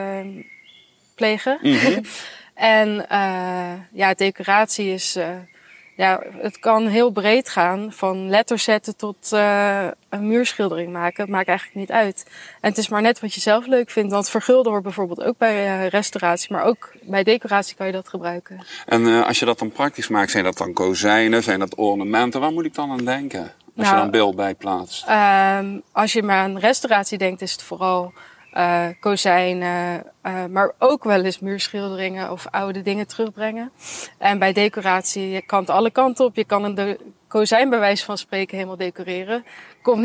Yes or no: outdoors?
yes